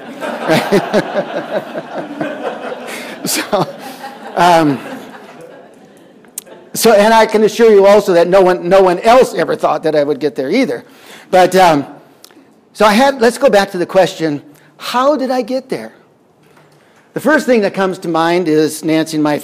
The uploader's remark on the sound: Audio recorded on June 15th, 2021 at Wisdom Chain Day in Medora, ND.